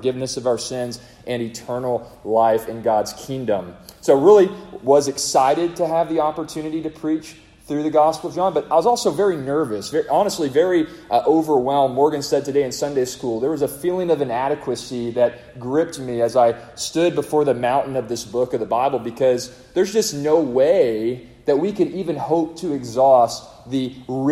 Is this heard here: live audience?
yes